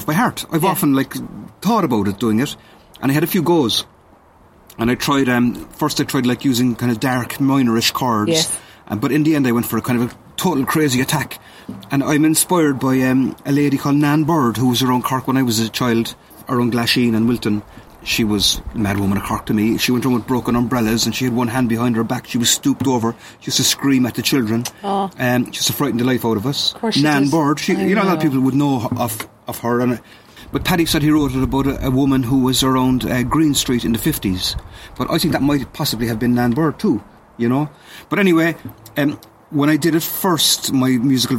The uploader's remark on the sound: We can't record guests in studio at the moment. Inviting guests to their back garden!